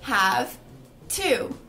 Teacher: Só que quando a gente pega a velocidade, o V do have começa a virar um F. E o TO, que é to, vira ta.